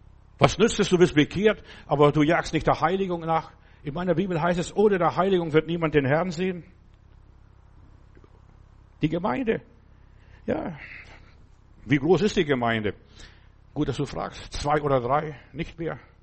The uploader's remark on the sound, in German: im Gemeinde-Zentrum in Berlin aufgenommen